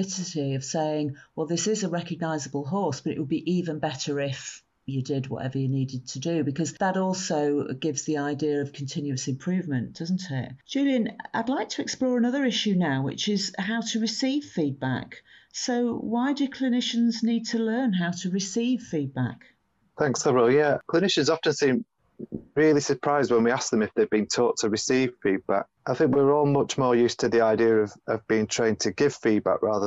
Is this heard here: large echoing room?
no